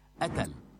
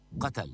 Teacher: وكثير طبيعي نسمع قلب حرف القاف إلى همزة، وهذا كثير موجود في فلسطين · Shown in: first take